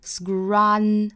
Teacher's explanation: 加鼻音 scrun, 因为是前鼻音所以说舌尖是要顶住上齿龈的